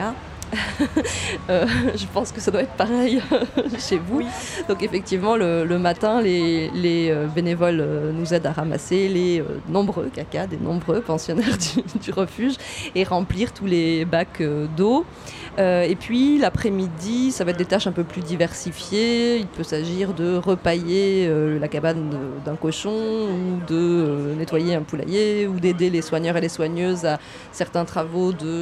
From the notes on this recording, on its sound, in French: Plateau radio Vegan Place Tours. Une table ronde enregistrée le 17 juin dernier lors de la Vegan Place de Tours.